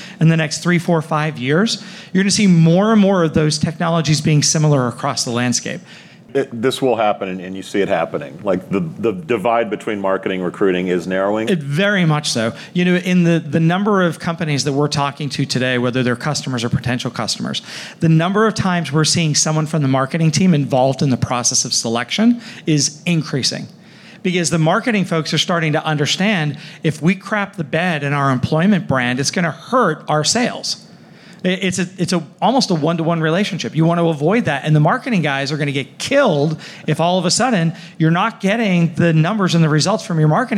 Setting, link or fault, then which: setting, busy venue